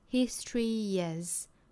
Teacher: 那么 history 和 is 在读得非常快的情况下呢，可以把它连读成一个 history is,也就是元音加元音碰撞加 ye 的情况